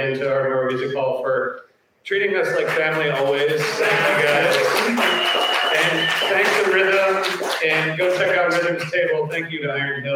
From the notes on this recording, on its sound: Philadelphia, PA. Live from the Ardmore Music Hall!